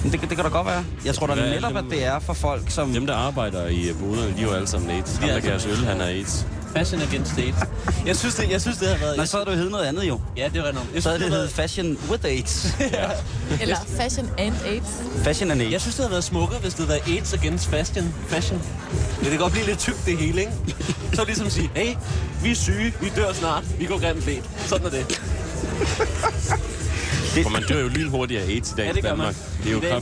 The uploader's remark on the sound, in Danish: I dag live fra Roskilde.